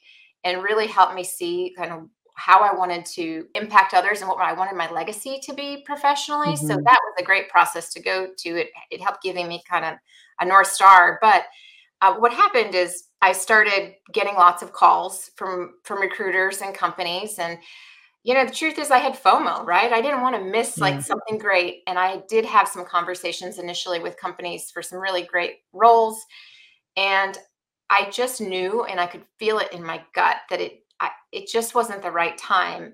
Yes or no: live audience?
no